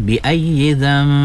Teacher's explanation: nun mati bertemu dengan ba wajib ughunna, dan hukumnya di situ iklab ya, iklab dan kena dengung dan buka bibir sikit ya